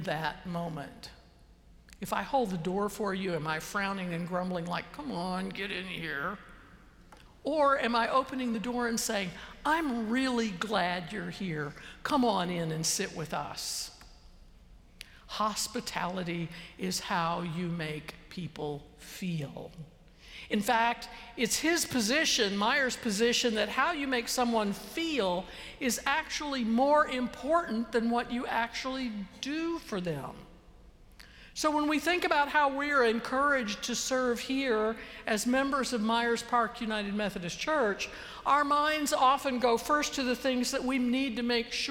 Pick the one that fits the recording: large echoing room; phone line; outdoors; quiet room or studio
large echoing room